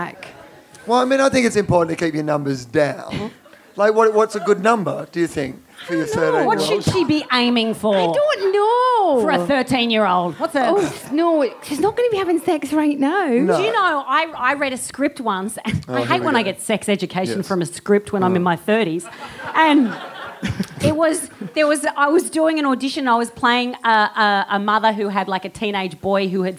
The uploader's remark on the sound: Recorded live at the Soho Theatre in London.